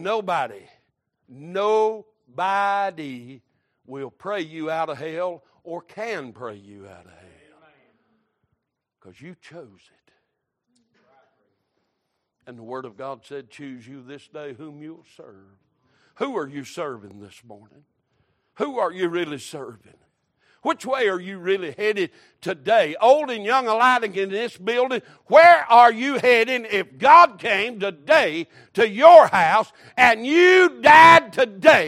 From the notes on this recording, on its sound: Recorded March 19, 2023 - Sunday Morning Service